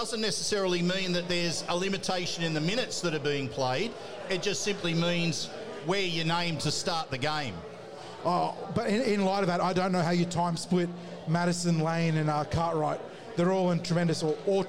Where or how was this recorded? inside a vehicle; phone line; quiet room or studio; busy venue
busy venue